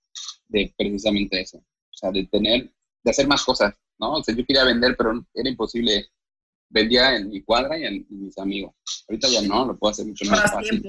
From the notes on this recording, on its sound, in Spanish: la calidad del audio no será la misma a la que estamos acostumbrados